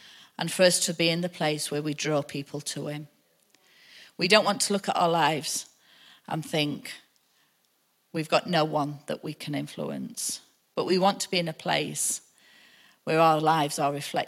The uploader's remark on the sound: Recorded live at the Chesterfield Campus this is the message from the morning service on the 30th June 19.